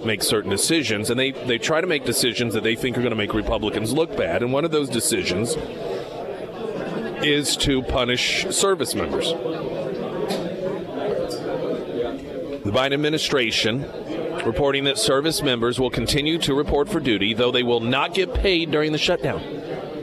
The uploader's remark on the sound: live at Scramblers Diner for Heroes Breakfast